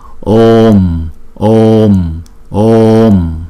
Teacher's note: Chúng ta đọc chữ O kéo dài hai nhịp trước